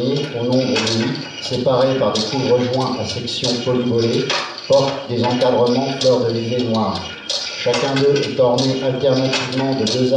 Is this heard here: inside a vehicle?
no